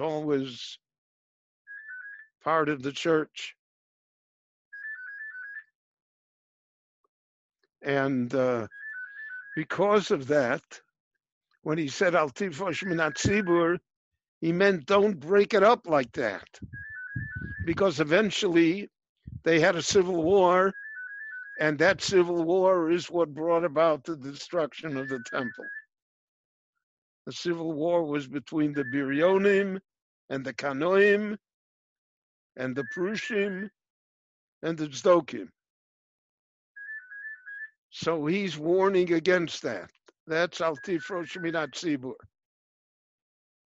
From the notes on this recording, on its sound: This lecture on Pirkei Avot- Ethics of the Fathers was recorded LIVE via Zoom in Jerusalem on September 13, 2020.